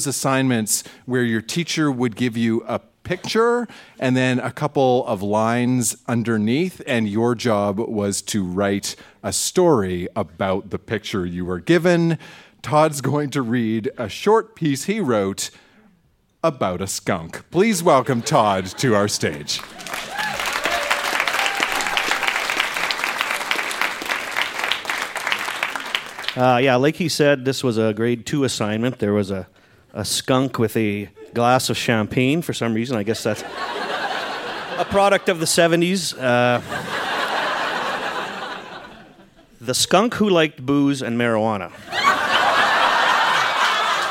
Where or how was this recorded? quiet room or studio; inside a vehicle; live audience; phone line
live audience